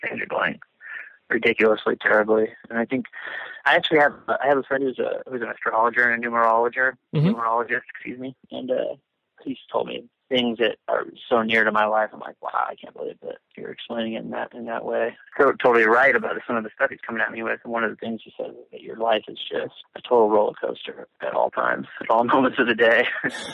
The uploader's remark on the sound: he was kind enough to hop on the phone with me while on break at school